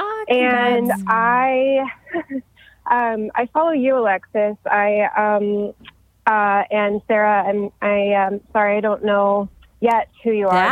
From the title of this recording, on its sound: Call-In Show